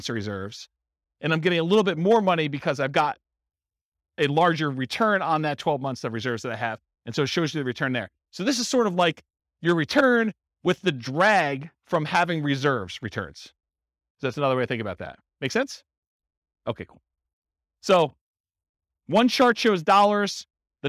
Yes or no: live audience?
yes